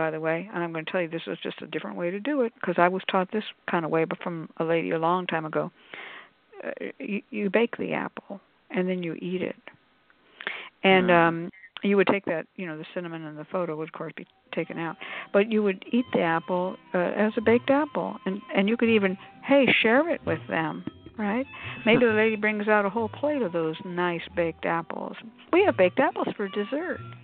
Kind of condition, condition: link, phone line